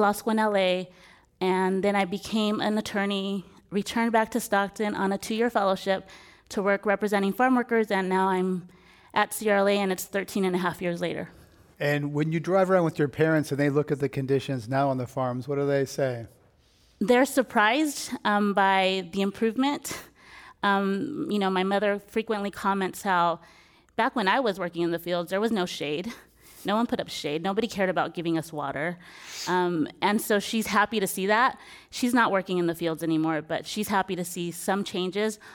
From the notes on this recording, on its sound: This program was recorded in front of a live audience at the Commonwealth Club in San Francisco, CA on September 19, 2017.